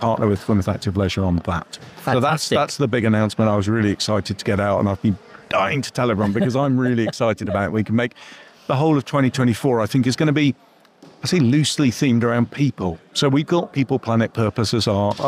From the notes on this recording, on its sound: Live from Devon Business Show 2023. Produced by Fresh Air Studio, Plymouth.